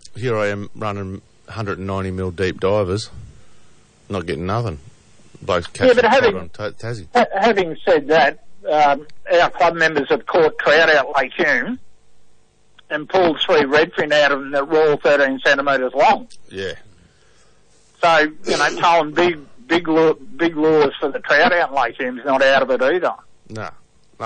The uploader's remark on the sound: The Commercial Club Fishing Club call in.